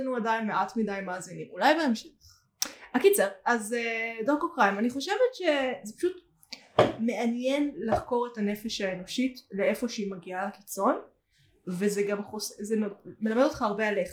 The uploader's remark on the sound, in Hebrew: הפרק הוקלט בתנאים לא מדהימים ולכן סובל מבעיות סאונד בהתאם